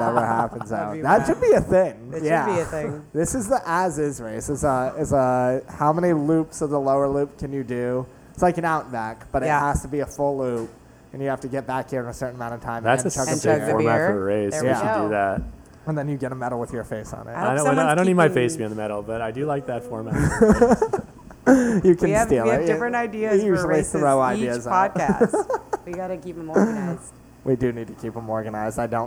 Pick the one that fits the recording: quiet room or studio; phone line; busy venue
busy venue